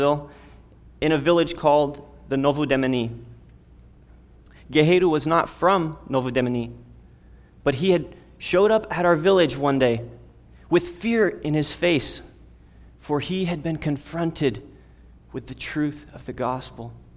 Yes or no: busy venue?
no